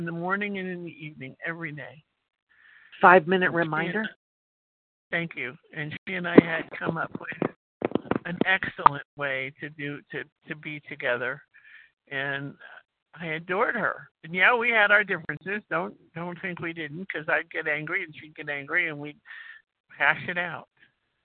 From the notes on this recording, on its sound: qualification from the 100 Pounders Phone Meeting